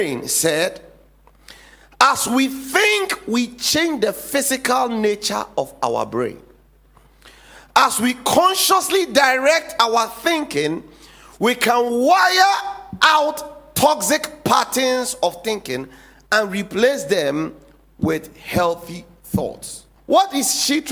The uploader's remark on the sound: Sermon series preached at The Faithlife Church, Ghana-Tema Community 3 Site A.